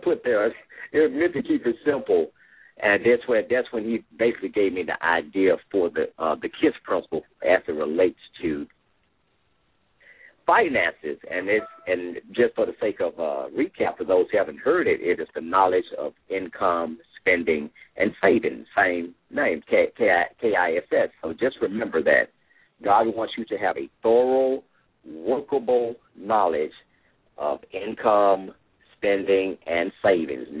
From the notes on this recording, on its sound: LML uses a progressive live call in format.